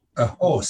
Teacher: A horse, the stress falls on the word horse.